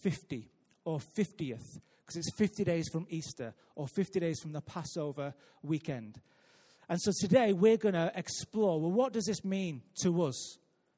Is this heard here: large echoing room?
yes